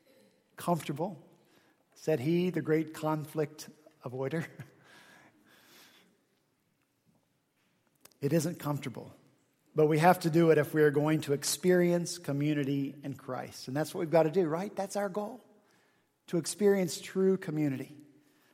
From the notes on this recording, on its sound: at Redeemer Presbyterian Church in Charleston, SC